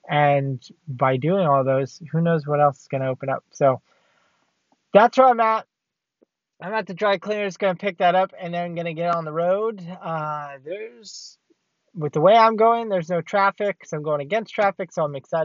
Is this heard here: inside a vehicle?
yes